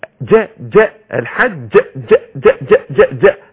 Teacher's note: من صفات الجهر اللي فيها، من صفات الشدة اللي فيها، من صفات القلقلة اللي في الجيم